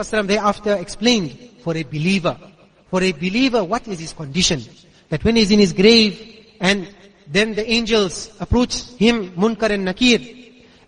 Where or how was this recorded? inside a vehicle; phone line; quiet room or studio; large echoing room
large echoing room